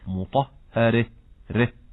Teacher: يلزم من إمالة هاء التأنيث أن تأتي الراء مرققة